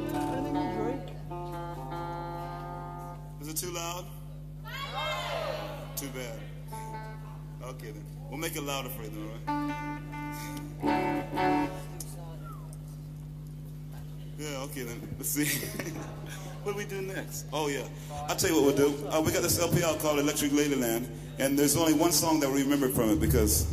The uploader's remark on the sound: … Full Album